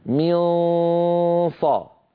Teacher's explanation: هو صويت سببه عدم قفل المخرج. منصا أغلب الصوت من الخيشوم وقليل منه يمر عن طريق الفم · هل يقرع مخرج النون كما كان يفعل في الإظهار؟ لا، طرف اللسان الآن موجود على أسفل الصفحة الداخلية للثنايا السفلى اللي هو مخرج الصاد، مهيئ على مخرج الصاد لكن ما نطق صادا. · Term: غنة، الإخفاء